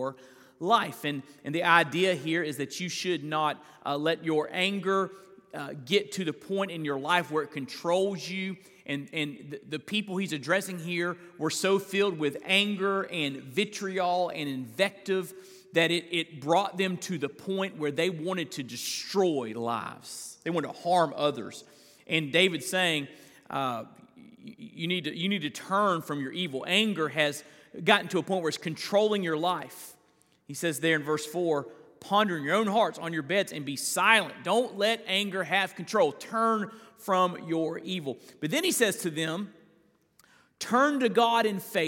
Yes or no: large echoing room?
yes